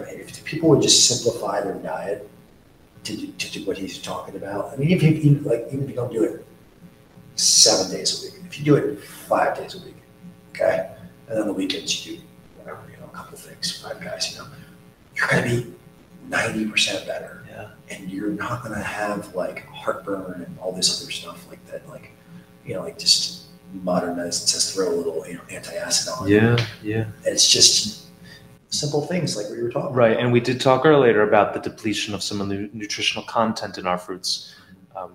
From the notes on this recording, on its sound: Apologies for the sound quality.